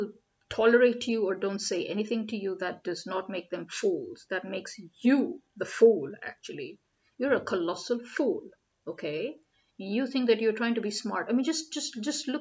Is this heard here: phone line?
no